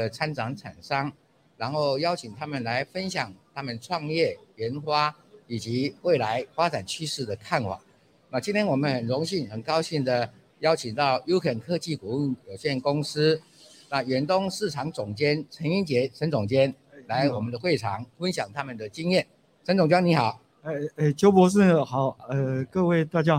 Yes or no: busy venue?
yes